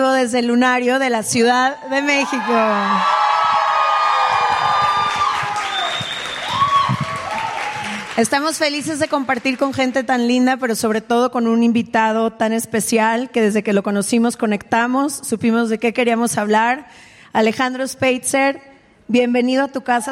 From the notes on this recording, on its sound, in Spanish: en vivo desde el Lunario del Auditorio Nacional en CDMX